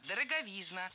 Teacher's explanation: Ударение в этом слове падает на суффикс «изн». Во всех формах там и остается.